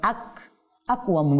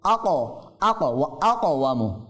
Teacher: কফ কলকালা হরফ প্রতিধ্বনি করতে হবে, কম্পন সৃষ্টি করতে হবে · Shown in: second take · আক আকওয়াম বললে হবে না, আকো আকো আকওয়াম কইলা কফ ইয়াজের কই টানতে হবে, এদিকে দুই জবরে ওয়াকফের কারণে টানতে হবে।